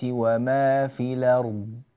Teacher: في قول الله تبارك وتعالى: لله ما في السماوات وما في الأرض، هنا إذا وقفنا يجتمع راء ساكنة وضاد ساكنة أيضا، سكنت بسبب الوقف، فينبغي العناية بزمن الراء البيني وزمن الضاد الرخو حتى يكون لكل حرف حقه من الصفات